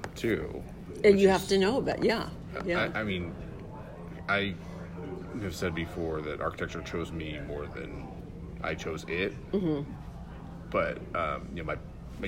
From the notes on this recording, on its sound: This interview took place during the AIA Conference in Las Vegas in 2019.